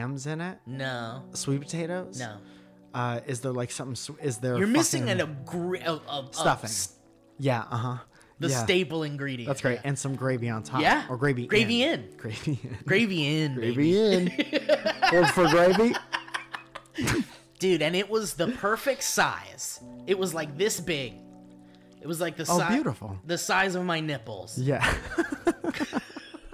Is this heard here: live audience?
no